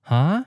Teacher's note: for some onomatopoeia or some particles used to express certain moods, like the surprise sound, huh, which you just made, since they have a special higher than normal rising pitch, some people will use the ninth tone mark to write this sound.